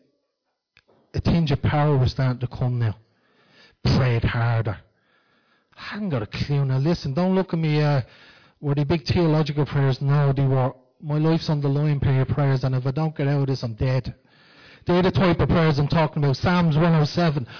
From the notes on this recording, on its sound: Recorded live in Liberty Church